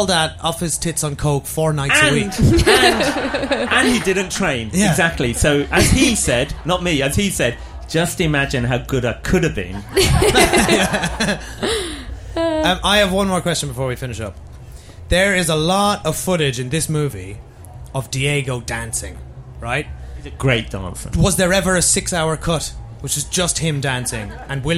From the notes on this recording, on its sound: We’re reposting the live discussion we had at Latitude Festival.